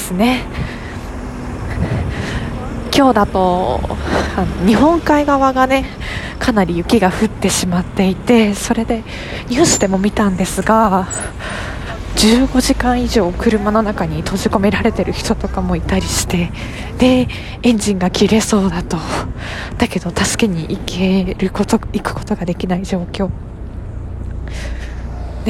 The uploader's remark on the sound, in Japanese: 最寄り駅までの雑談ラジオ